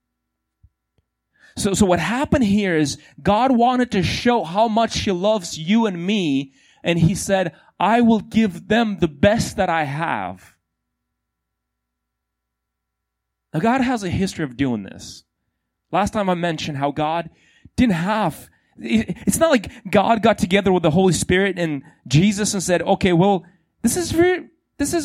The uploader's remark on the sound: These sermons are recorded live in churches all around the U.S but primarily at City Hill Church in Bellevue WA.